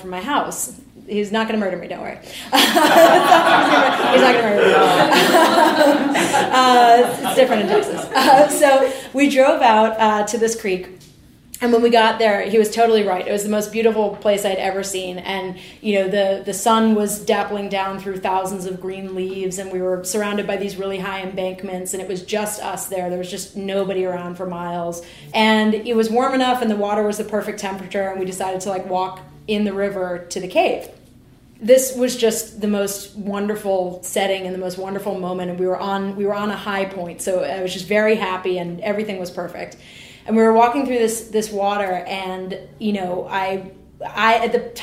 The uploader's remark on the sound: Live at The Story Studio! Share personal stories at our school's latest live show.